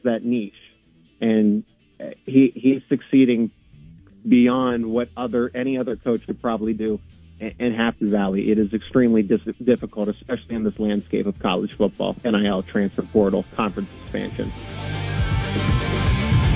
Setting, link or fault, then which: link, phone line